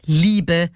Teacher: Be ist unbetont, Li ist betont, klassischer Trocheus